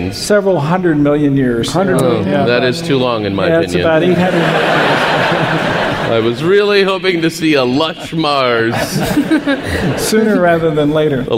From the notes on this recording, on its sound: StarTalk Live! from SF Sketchfest 2016. RECORDED LIVE, ADULT LANGUAGE.